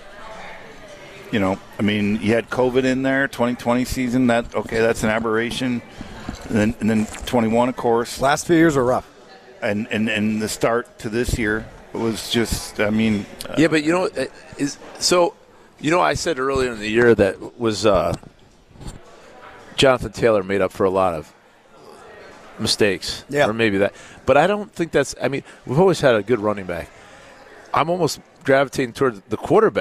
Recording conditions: busy venue